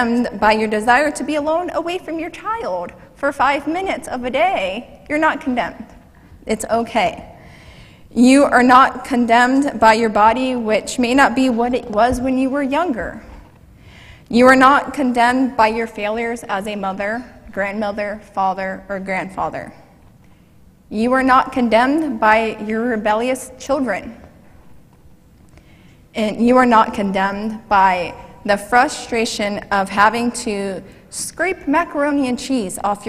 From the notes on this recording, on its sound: Mt. Zion Church Live!